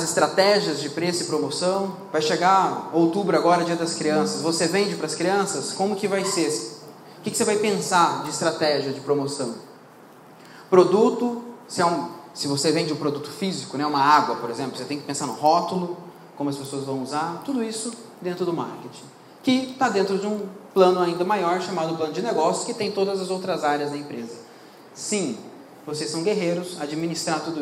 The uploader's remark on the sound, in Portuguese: Mais um trecho que separamos de uma palestra. Para um grupo de empresários.